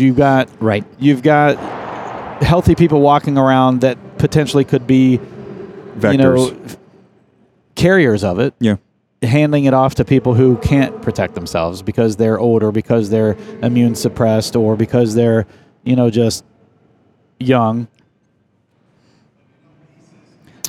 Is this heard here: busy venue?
yes